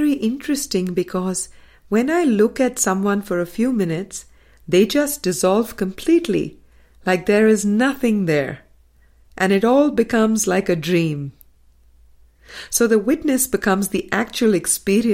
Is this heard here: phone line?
no